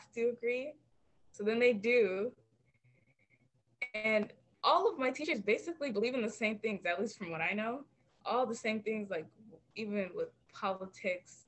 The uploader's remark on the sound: I had some technical difficulties so you'll need to turn your volume up a bit.